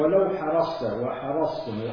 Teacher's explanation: والصاد ليحترز حال سكونها اذا اتى بعدها تاء ان تقرب من السين